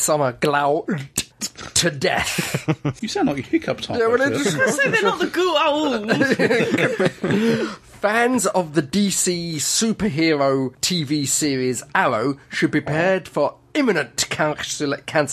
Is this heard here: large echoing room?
no